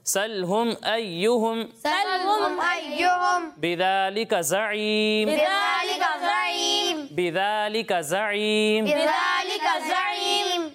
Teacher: زال میں سیٹی کی آواز نہیں آنی چاہیے